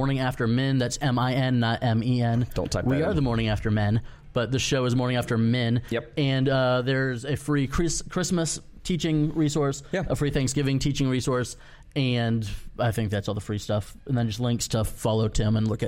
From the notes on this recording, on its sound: Live from #nywc19. We were live from room 9 at the beau-tiful Tampa Convention Center.